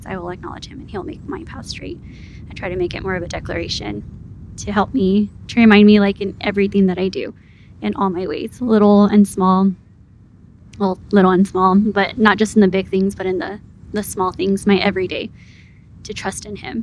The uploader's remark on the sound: Some of the episode was recording under heavy wind.